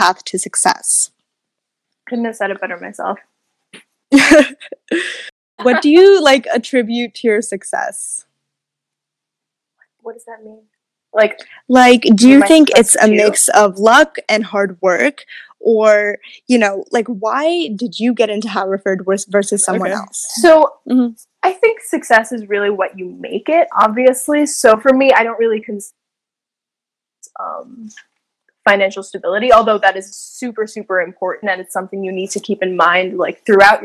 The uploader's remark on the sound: The audio quality is not the best in this one